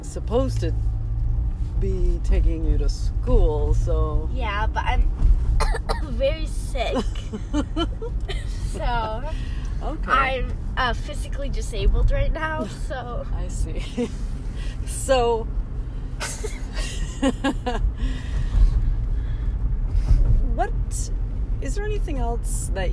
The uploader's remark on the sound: Brief, unedited, unscripted, thought generating dialog, recorded on my commutes to the office and other random places. This is episode was generated while on an evening ice cream run.